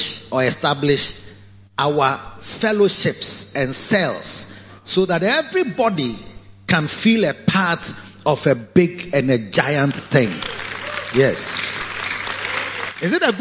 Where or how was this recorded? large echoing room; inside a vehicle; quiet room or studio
large echoing room